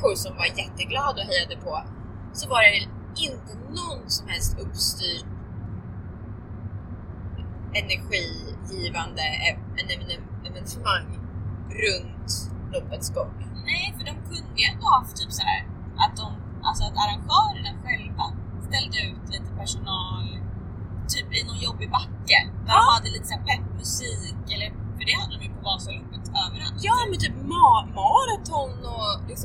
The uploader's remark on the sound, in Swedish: OBS ljudkvaliteten är lite sämre än vanligt på grund av bakgrundsljud, främst från bilen.